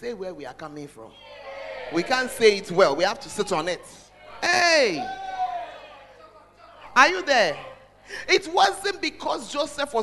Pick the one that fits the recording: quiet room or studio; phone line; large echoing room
large echoing room